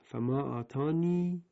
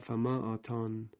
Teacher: ما در روایت حفص در واقع یک مورد در سوره مبارکه نمل داریم، فما آتانی الله خیر مما آتاکم، که اینجا آتانی الله اون یه آخرش نوشته نشده، اما در روایت حفص از عاصم این یا در وصل خونده میشه، مفتوح هم خونده میشه. در وقف دو وجهی است، یعنی هم میتوان با یا وقف کرد فما آتانی یا اینکه بدون یا فما آتان